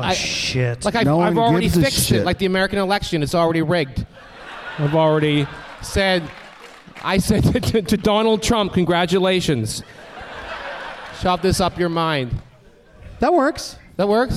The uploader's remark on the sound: Live from the Royal Theatre in Toronto.